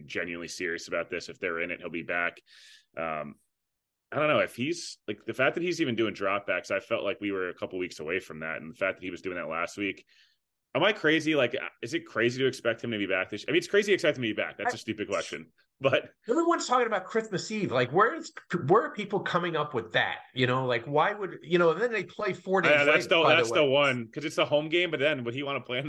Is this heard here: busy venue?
no